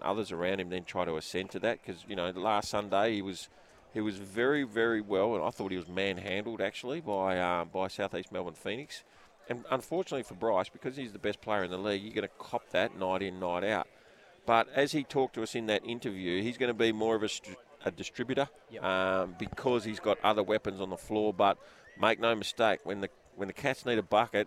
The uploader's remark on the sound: LIVE from the RAC Arena